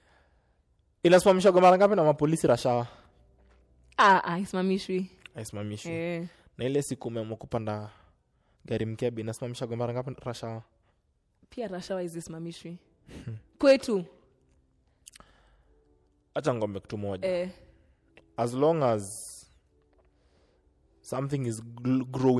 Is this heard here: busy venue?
no